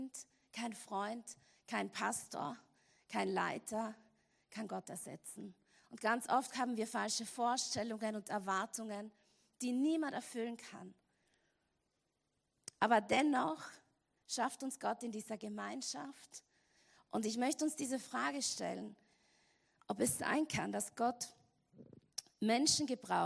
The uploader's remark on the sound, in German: Gottesdienst live aus der LIFE Church Wien.